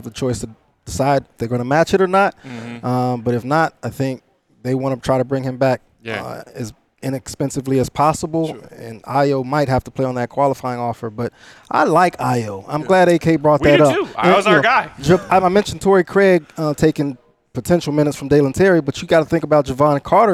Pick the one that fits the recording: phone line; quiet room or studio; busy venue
busy venue